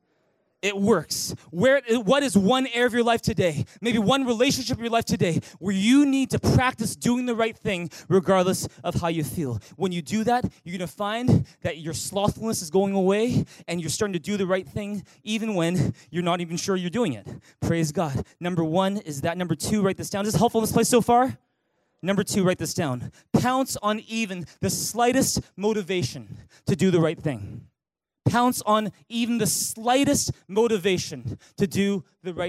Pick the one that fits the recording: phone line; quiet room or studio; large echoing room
large echoing room